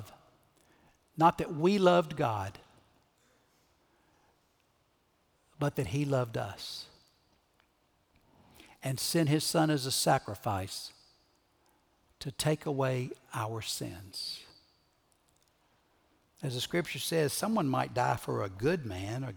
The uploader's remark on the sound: Recorded Live at Brookwood Church on 4.2.2023